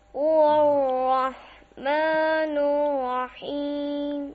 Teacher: رو را که تشدید داره باید نگه داری · Term: رای مشدد